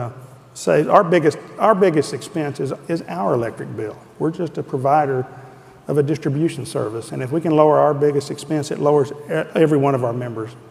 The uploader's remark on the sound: The best of live interviews from GreenBiz events.